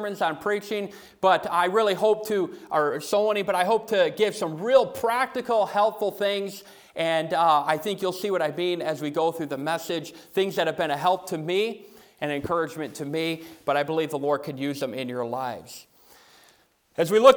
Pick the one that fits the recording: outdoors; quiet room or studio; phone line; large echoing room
large echoing room